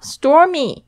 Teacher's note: Stormy.这个字呢它是从 storm 这个暴风雨的名词来的，加上 y 变成暴风雨的天气的样子 stormy。特别注意一下这个 t 在这边的声音哦，你会听不出来它是 t 的声音，它是在这个 s 后面是浊音